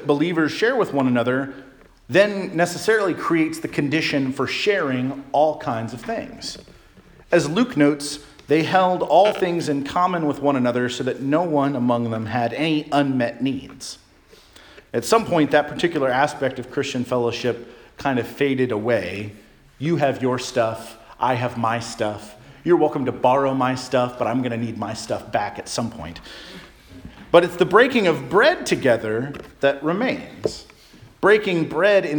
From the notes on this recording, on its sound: Charles Anglican Cathedral, Bremerton, WA.